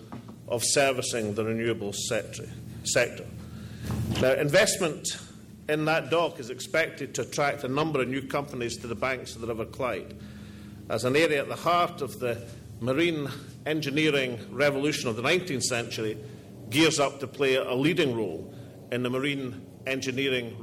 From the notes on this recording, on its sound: All Energy 2012 Conference address